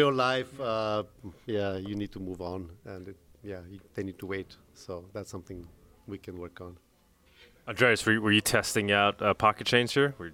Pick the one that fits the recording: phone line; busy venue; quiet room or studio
busy venue